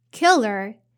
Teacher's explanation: So the er here is a unstressed vowel, so you don't have to raise your intonation.